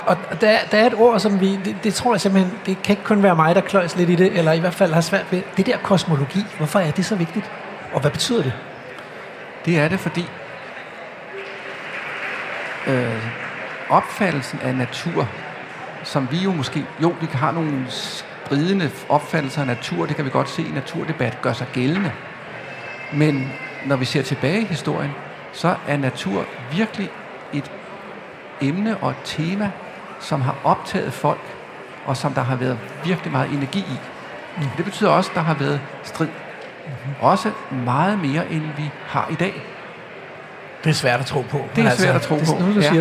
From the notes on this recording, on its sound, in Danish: Live fra Bogforum i København.